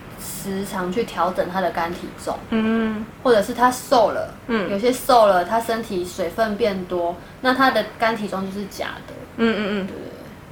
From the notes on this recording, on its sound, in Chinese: 這集是在朋友家錄音，因住大馬路旁所以會有一些環境音，。加上朋友家養魚所以會有水聲，請見諒。